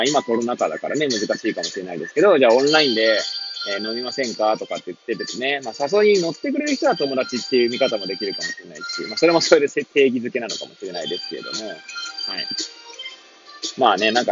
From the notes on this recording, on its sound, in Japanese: Airpods を付けた状態で、車中で収録しており、雑音などが入る可能性があり、ご容赦ください。